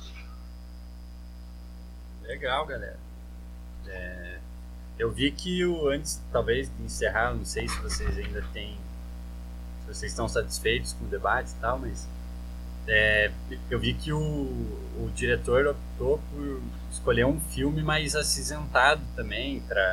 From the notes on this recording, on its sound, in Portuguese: Virtualmente, graças à pandemia de COVID-19. Tivemos alguns probleminhas com o áudio na gravação, mas, chiados e ecos à parte, está perfeitamente audível.